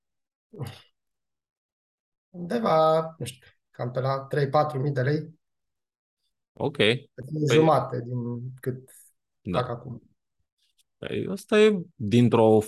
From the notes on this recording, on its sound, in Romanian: Conferinta Zoom Saptamanala EcomSchool.